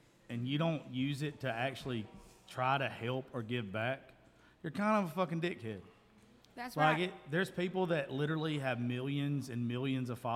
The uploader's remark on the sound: Holiday Special Live From Sophia's.